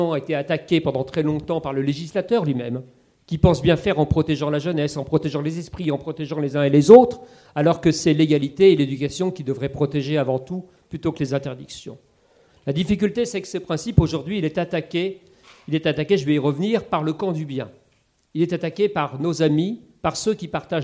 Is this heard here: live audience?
yes